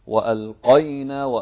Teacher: القاف مفخمة لكن في المرتبة الثانية من التفخيم